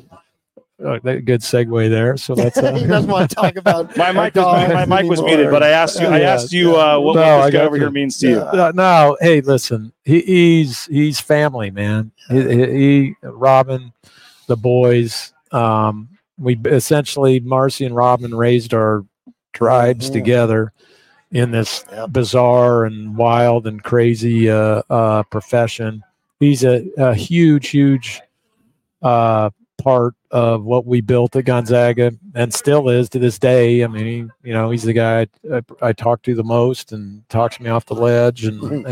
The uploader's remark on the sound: LIVE at Resorts World in Las Vegas for Mountain West Basketball Media Days